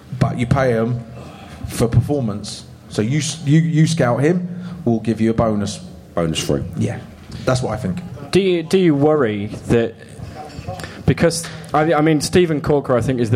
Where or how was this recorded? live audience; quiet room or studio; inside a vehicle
live audience